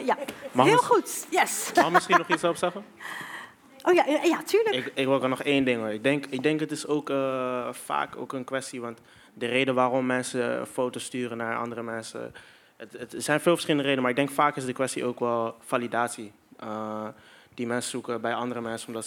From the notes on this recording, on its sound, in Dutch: zijn we op 19 oktober 2022 tijdens een live event in het Bibliotheek Theater in Rotterdam met een groep meiden én jongens in gesprek gegaan